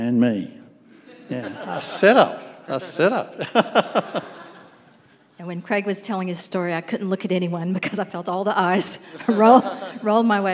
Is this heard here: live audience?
yes